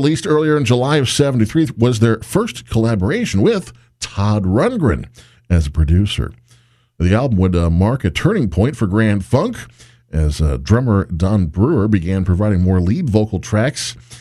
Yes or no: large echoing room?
no